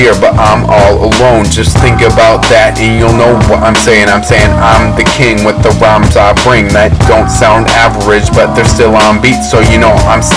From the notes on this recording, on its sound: The quality of the vocals is not the greatest because it was recorded on a laptop microphone.